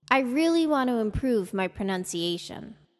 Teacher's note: the pitch, the musical note, goes up on the focus word pronunciation, which gets the highest pitch. We then go down on and after the same word to tell the listener we are done with our sentence.